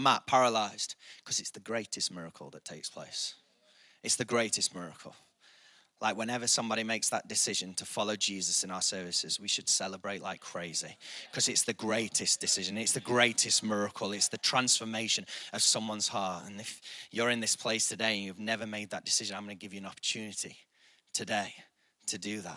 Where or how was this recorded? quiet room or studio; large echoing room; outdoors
large echoing room